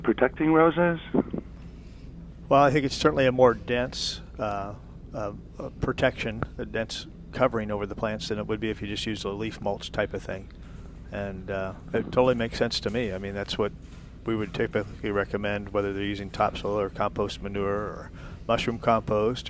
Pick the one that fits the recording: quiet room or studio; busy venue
busy venue